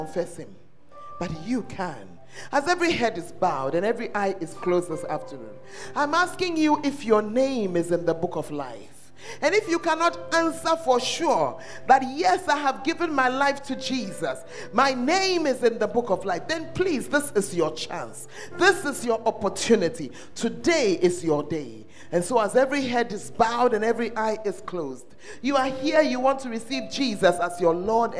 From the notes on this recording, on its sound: Preached At The First Love Center, Ayeduase (The Word Encounter Service)